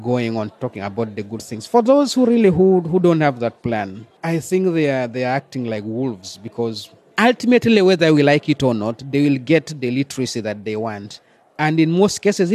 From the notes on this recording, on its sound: This podcast was taped at the fringes of SPARK’s 7th Annual IGNITE Conference in Amsterdam. A premier gathering of refugees, entrepreneurs, educators, private sector actors, government leaders, academics and NGOs.